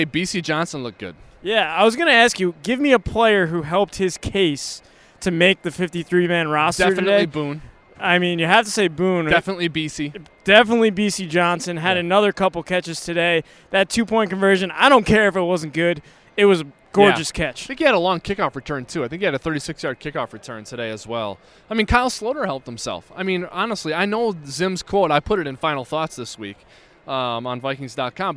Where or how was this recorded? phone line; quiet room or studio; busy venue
busy venue